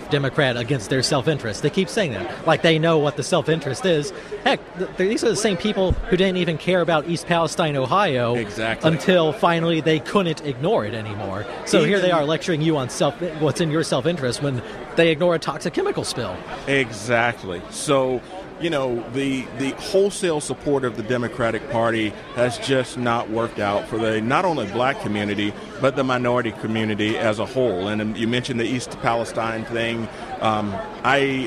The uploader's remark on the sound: live from CPAC